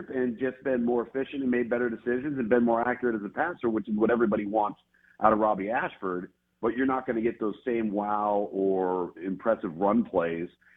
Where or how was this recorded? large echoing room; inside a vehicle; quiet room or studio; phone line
phone line